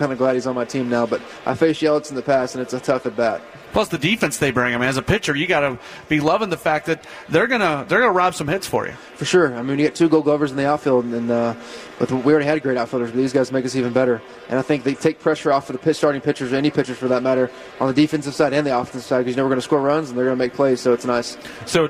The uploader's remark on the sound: Live from Brewers On Deck.